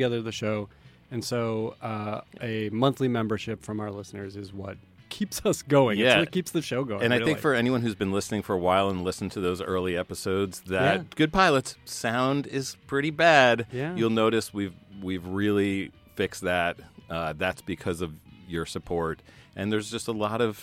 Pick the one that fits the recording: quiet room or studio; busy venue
busy venue